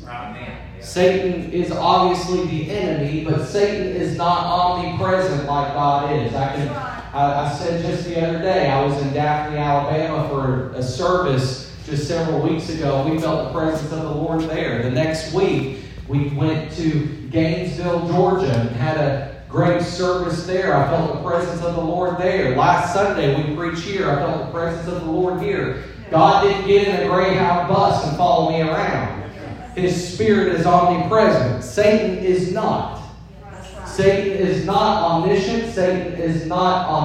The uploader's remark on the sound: This episode is a different format than our normal episodes as it includes a sermon preached at our church in Tennessee.